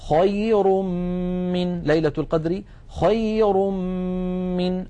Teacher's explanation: انتقلنا من الراء المضمومة إلى الميم التي بعدها فتحول التنوين إلى ميم ثم أدغمت الميم في الميم · Term: الإدغام بغنة